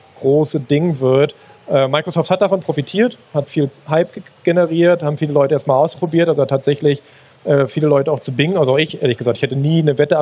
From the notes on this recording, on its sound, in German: Der Live-Talk war Teil des Liveprogramms von GameStar Talk auf der diesjährigen CAGGTUS Messe in Leipzig. Live-Special von der CAGGTUS in Leipzig. Der Live-Talk war Teil des Liveprogramms von GameStar Talk auf der diesjährigen CAGGTUS Messe in Leipzig.